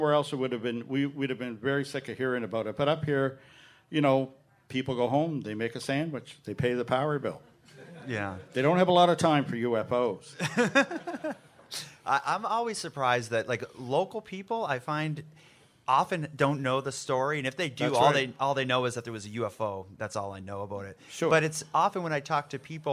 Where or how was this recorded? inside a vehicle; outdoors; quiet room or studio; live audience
live audience